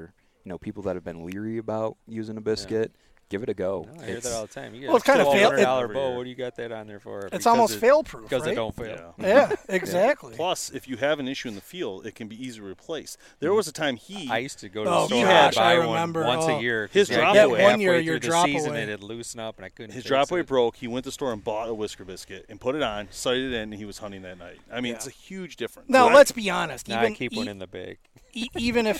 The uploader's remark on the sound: LIVE SPECIAL EDITION from the Total Archery Challenge in Boyne mountain Michigan. LIVE SPECIAL EDITION from the Total Archery Challenge in Boyne mountain Michigan.